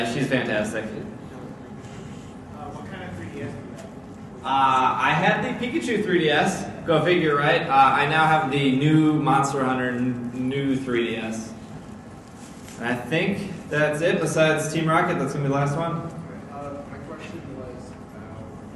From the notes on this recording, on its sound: Live at C2E2 [2015]. In this live show.